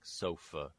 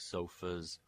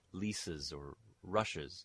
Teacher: those schwas are really going to be in the middle of the mouth, yeah. mid-central vowels.